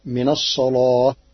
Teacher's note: قرأ ورش كلمة الصلاة بتغليظ اللام لوجود الصاد قبلها فتصير من الصلاة.